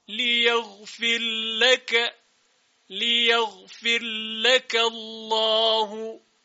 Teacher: در روایت سوسی ادغام می شود را در لام